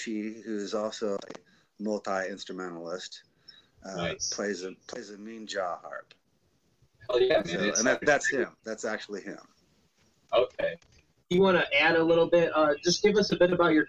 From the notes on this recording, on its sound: Unfortunately we deal with some more technical difficulties In this episode, as we still try and get used to working our audio with the Livestreams. Microphone is working fine.